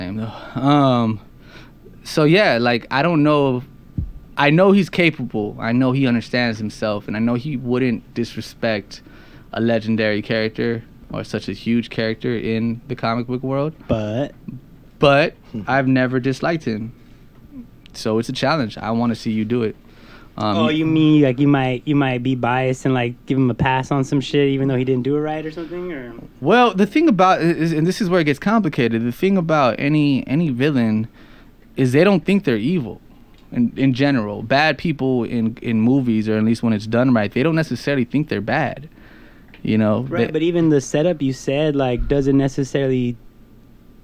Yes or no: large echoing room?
no